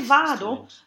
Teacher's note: if we say vado, then it's an unstressed syllable, it's a closed O